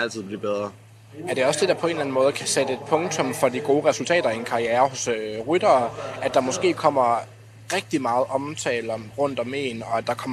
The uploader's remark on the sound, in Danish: (Næsten) live fra Rådhuspladsen. Vi sendte semilive. Vi skal beklage lyden, men sådan er det, når man optager på balkonen foran en propfyldt Rådhuspladsen.